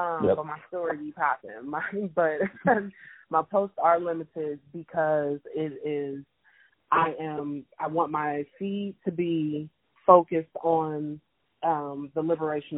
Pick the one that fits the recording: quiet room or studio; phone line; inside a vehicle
phone line